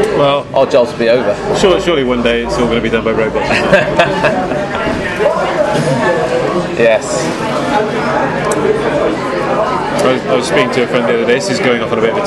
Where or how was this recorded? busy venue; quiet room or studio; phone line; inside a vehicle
busy venue